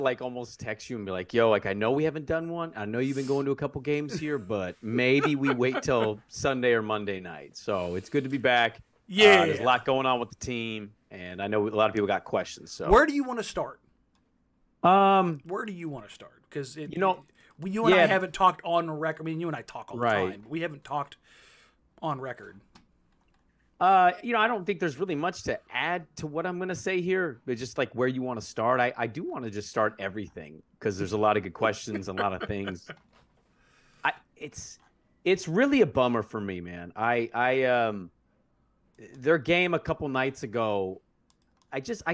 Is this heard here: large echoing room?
no